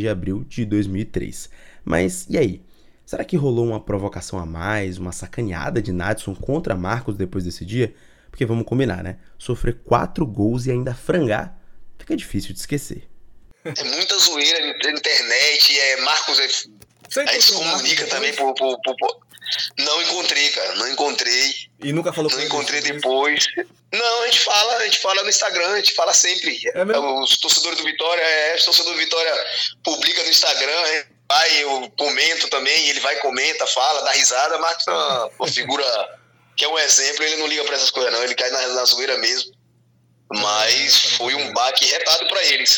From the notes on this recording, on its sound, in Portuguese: por telefone com o ex-atacante